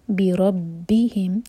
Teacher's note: را پر فتحہ تو را ہیوی، با پر شدہ تو با سٹرانگ